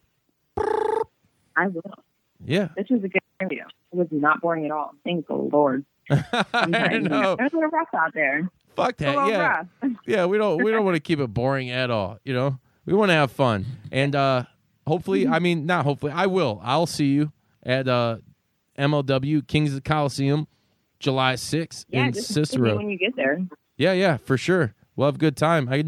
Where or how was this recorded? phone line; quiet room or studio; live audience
phone line